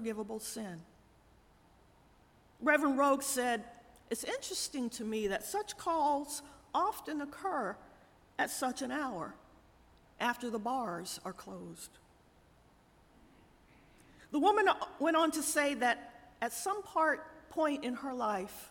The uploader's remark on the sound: Audio from our 9:00 am Worship Service.